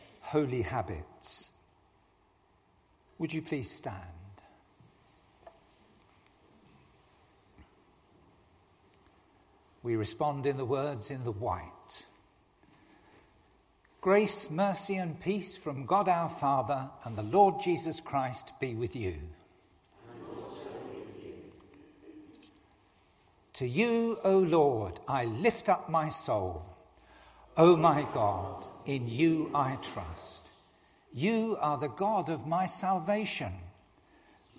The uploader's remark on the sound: All Saints Morning Worship. Recorded at the 10:00 service on Sunday 12th March 2023.